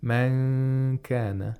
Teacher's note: You have to make a nasal sound for two vowel counts. · Term: ikhfa